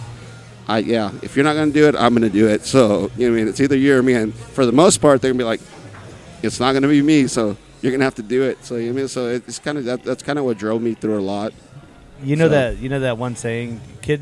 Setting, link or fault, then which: setting, busy venue